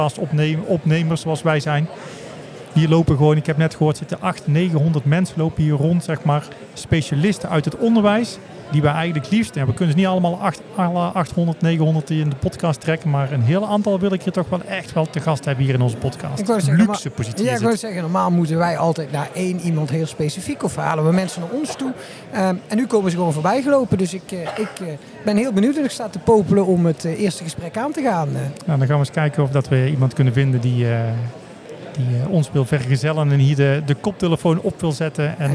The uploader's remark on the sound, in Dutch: Live vanaf de SURF onderwijsdagen